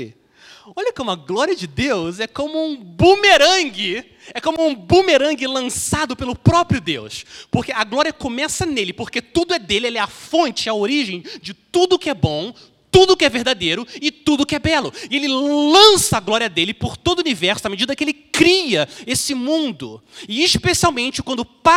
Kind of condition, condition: setting, large echoing room